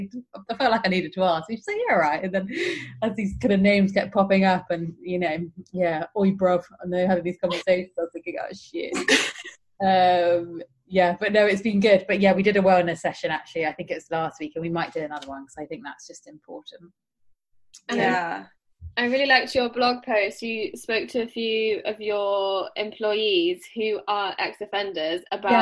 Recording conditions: video call